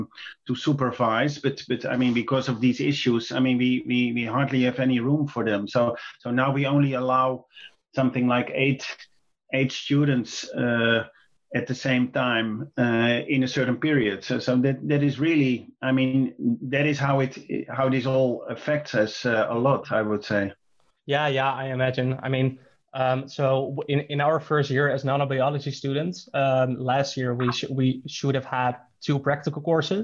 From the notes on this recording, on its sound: Via Zoom